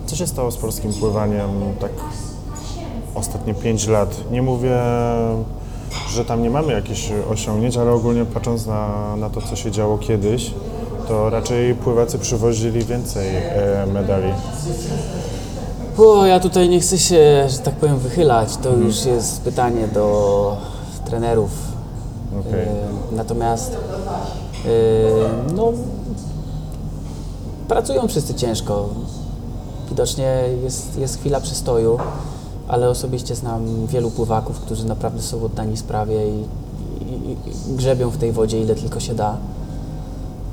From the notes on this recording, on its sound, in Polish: nagrania: Chill Bistro&amp;Bar - Łódź